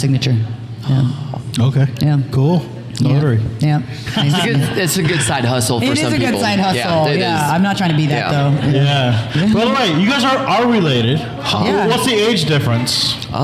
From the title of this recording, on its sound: Live From Groundstack Coffee